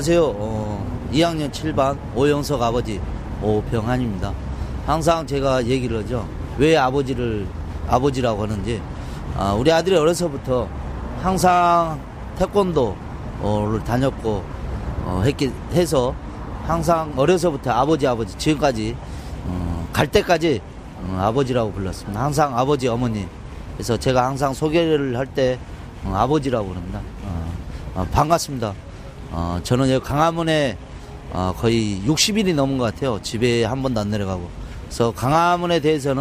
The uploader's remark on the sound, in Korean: 광화문 농성장에서 듣다